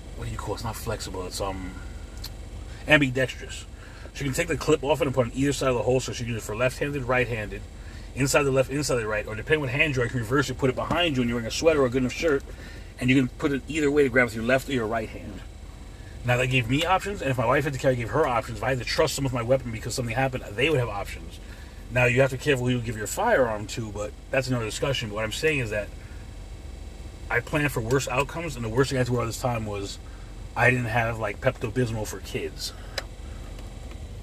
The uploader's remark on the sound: In this CarCast